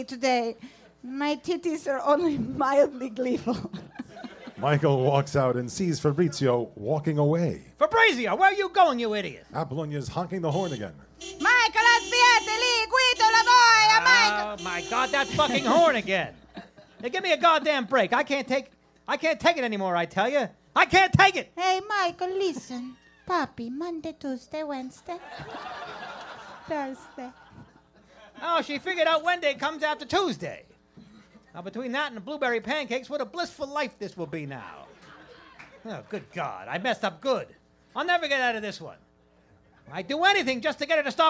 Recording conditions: live audience